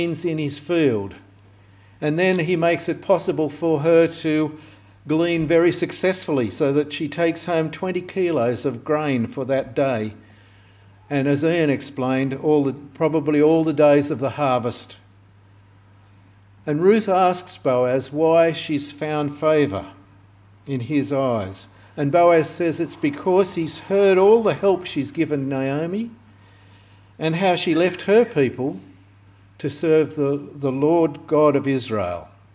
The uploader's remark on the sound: This sermon was preached on the 20th of August 2023 at all services of Helensburgh and Stanwell Park Anglican Church.